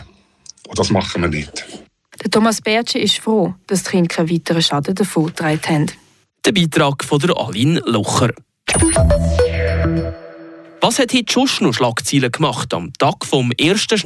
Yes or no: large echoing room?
no